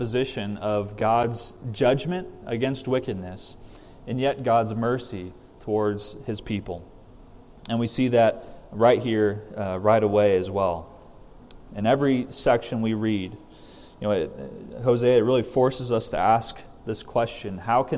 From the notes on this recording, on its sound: This message was recorded from the evening prayer meeting at CTK